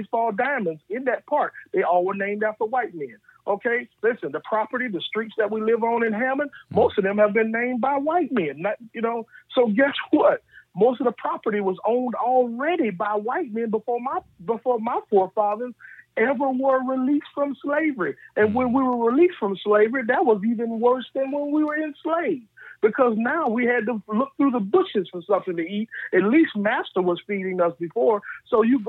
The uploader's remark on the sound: get on the phone